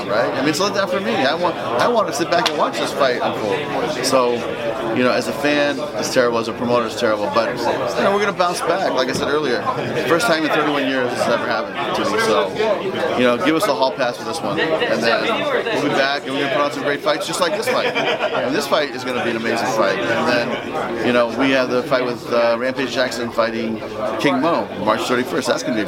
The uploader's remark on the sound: press conference scrum